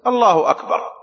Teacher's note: So you shouldn't exaggerate the sound on the ha so that it becomes like a who. فيقول الله هذه واو. · the ha on Allah who has a dhamma on it, so it's a short vowel sound, not a long vowel sound